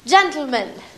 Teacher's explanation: She does lateral plosion on words like gentleman.